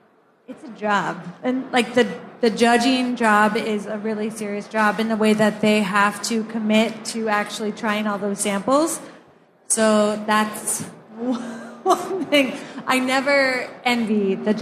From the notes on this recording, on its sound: Live From the Hawaii Cannabis Expo 2019. Recorded live on stage at the 2019 Hawaii Cannabis Expo in Honolulu.